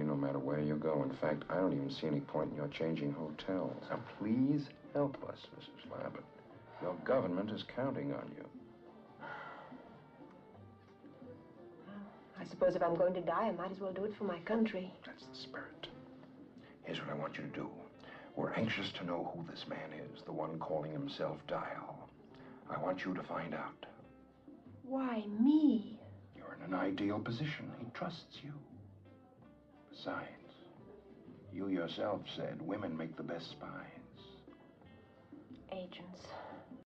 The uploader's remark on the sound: In a serene scene from the classic film 'Charade'. Set in a cozy restaurant ambiance. This video is thoughtfully looped. The delicate clinking of cutlery and the gentle murmur of conversation.